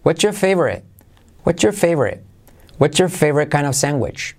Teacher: Incluso puedes hacer que la R de your decaiga, que no se pronuncie.